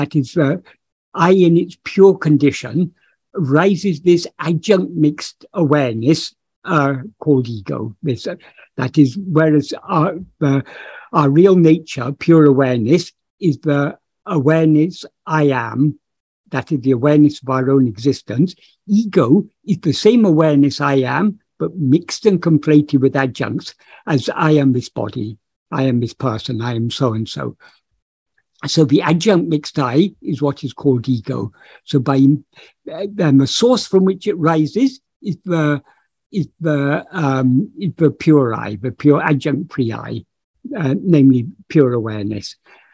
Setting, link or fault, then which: link, video call